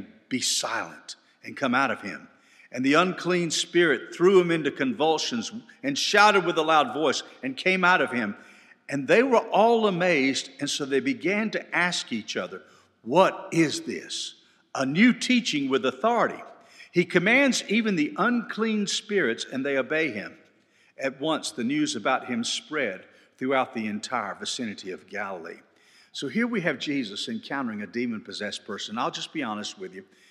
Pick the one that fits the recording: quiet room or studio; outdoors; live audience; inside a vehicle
live audience